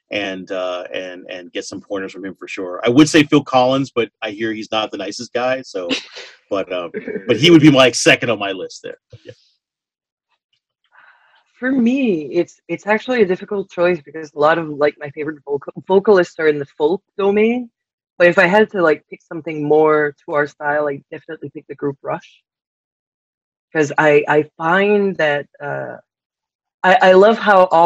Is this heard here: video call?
yes